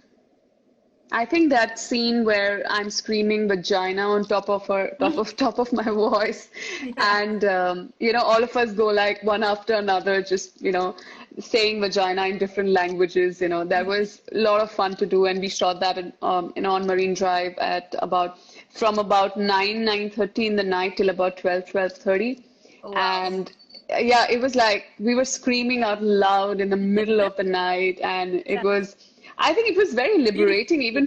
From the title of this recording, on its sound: Instagram Live